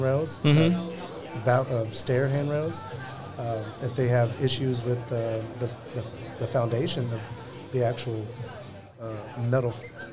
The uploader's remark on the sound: Live Networking Event at Baker Street Pub. At a live event in The Woodlands TX.